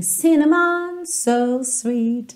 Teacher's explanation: Essa palavra canela em inglês, cinnamon, tem a sílaba tônica na primeira sílaba, cinnamon. Mas aqui, por conta da melodia, acaba que a última sílaba também ganhou um pezinho extra